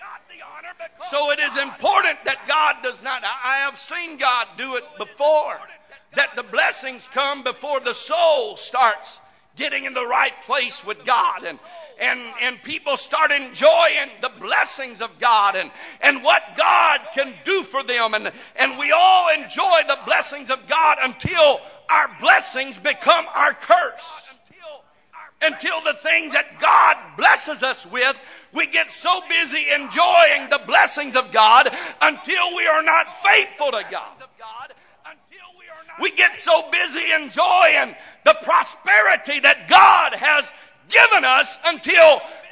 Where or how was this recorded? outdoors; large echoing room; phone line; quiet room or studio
large echoing room